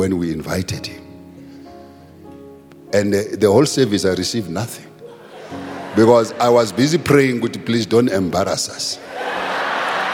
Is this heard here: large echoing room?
yes